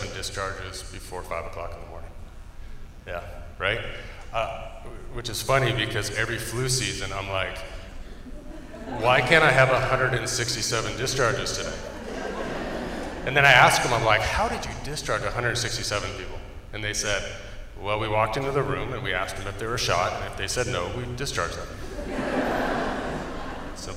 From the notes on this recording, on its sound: OCFA's Vegas Strong After Action Conference. Four presentations were given at the conference and are being presented in podcast-form here.